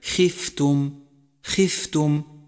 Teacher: خامسا، انتبه إلى مرتبة تفخيم حرف الخاء المكسور من كلمة خفتم، خفتم، واحذر من الزيادة عليها، فحرف الخاء المكسور يكون في أدنى مراتب التفخيم